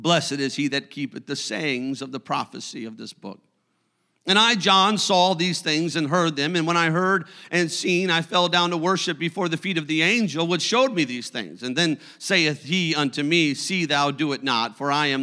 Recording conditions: large echoing room